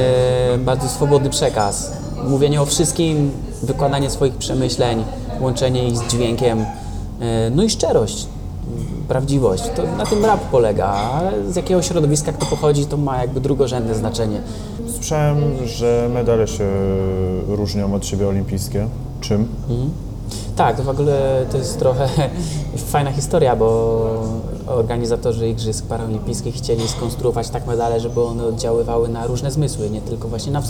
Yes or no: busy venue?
yes